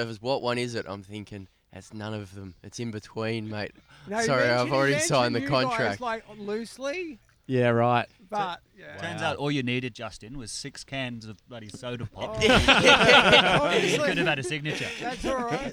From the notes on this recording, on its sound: The boys are coming to you live from Whomp Camp 2019 with a huge panel of special guests.